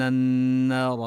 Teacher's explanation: وبلفظة النار تدغم اللام في النون، نمد المد الطبيعي للألف ونفخم الراء